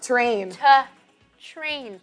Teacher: to kids you've got to teach TR says tur, not chur